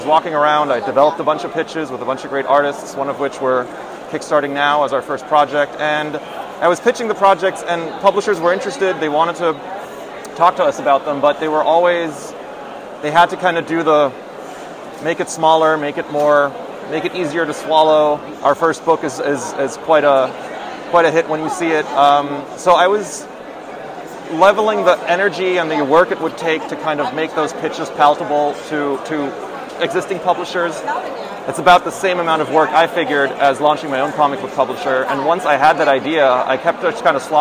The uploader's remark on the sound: wanders the Javits Center during New York Comic Con 2023